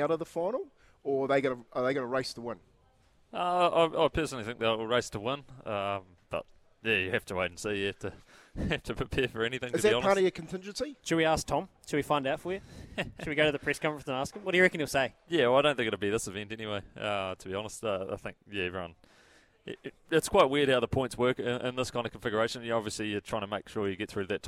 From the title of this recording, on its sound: LIVE from Sail GP NZ